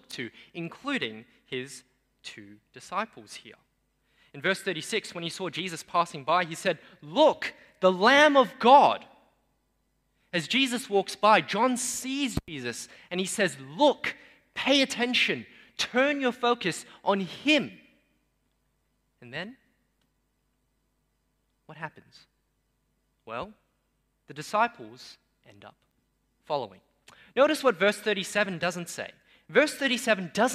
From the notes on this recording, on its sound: At Newtown:Erskineville Anglican Church.